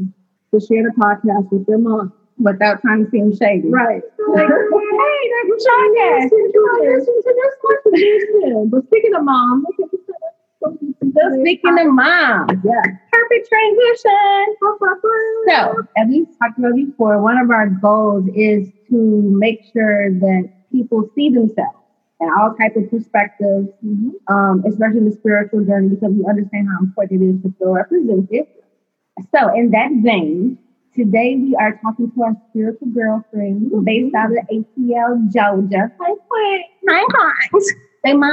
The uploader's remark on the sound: If the audio isn't up to par